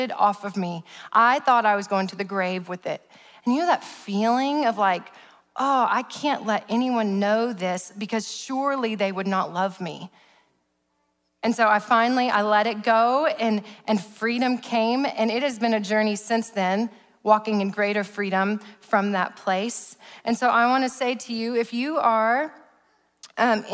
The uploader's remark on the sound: preached at Sozo Church in November of 2021